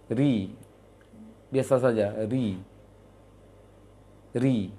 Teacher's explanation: Kalau ro tipis, tengahnya, tengah lisan dengan pangkalnya tidak ikut menyempit, tidak ikut meninggi dia.